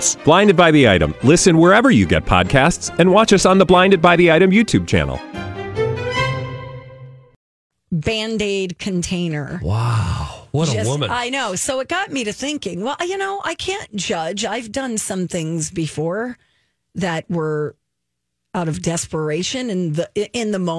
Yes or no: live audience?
no